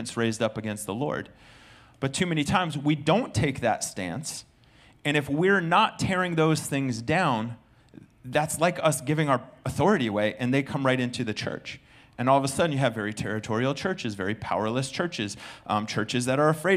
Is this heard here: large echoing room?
yes